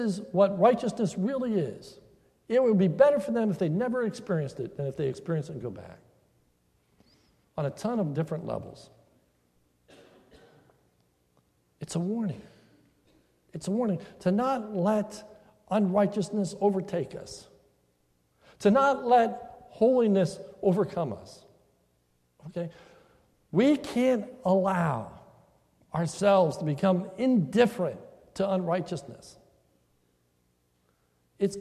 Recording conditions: large echoing room